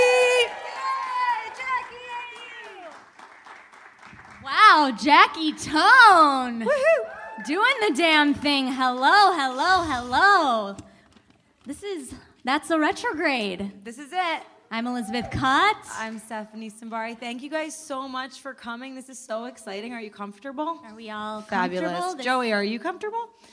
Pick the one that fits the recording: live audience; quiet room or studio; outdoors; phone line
live audience